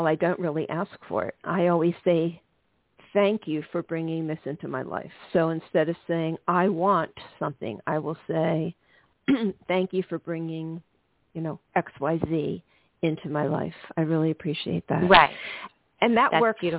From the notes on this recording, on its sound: live readings to listeners who call